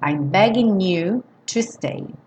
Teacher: a gente não soa o G, do N já liga no you